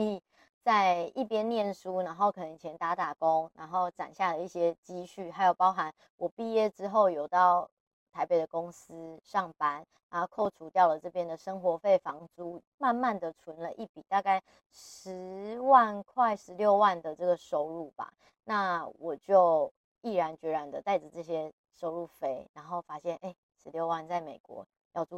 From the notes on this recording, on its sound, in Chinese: 大家這集耳朵辛苦了，回國換了一個麥克風錄音，真的很不推！